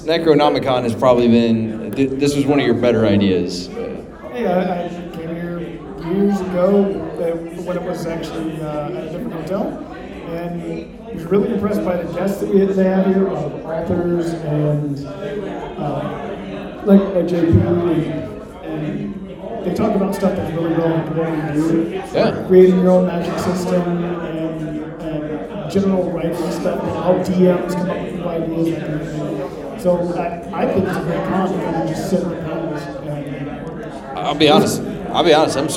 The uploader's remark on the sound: WARNING THE AUDIO OF THIS EPISODE IS NOT MIXED PROPERLY! We're live from Necronomicom 2022 in Tampa, FL!